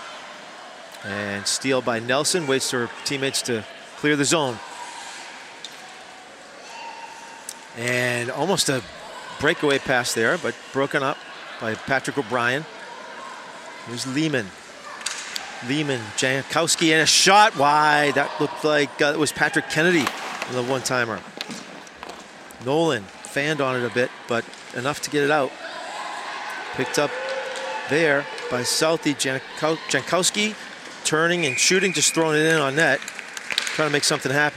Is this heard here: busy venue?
yes